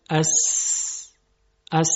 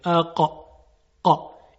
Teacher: سین صداش پرش نداره، پرتاب نمیشه، بلکه به صورت ساکن تلفظ میشه، اما قاف پرتاب میشه · Shown in: second take · اقا قا. این پرتاب صدای قاف رو بهش میگن قلقله.